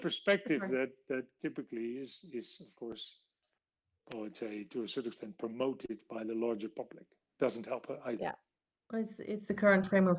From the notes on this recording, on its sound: Side note: anchor is experiencing technical difficulties, alternative recording method was used which resulted in a few sound impurities.